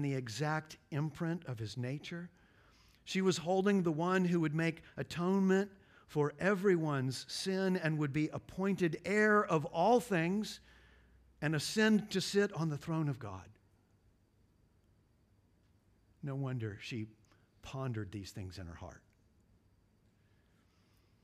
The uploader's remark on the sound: at Covenant Hope Church in Dubai, UAE on December 24, 2023